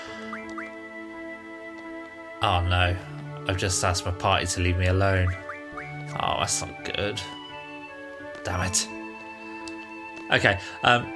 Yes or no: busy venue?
no